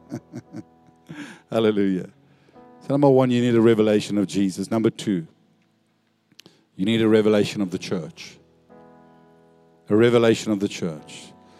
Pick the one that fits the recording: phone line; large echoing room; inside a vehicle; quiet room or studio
large echoing room